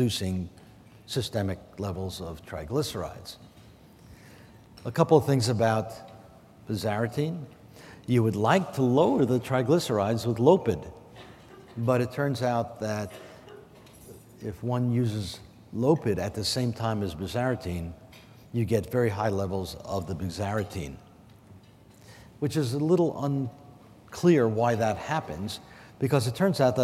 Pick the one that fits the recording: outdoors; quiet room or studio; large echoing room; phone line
large echoing room